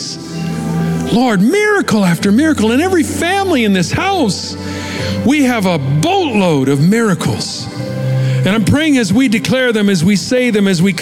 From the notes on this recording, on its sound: Recorded live at Capital Church in Meridian, Idaho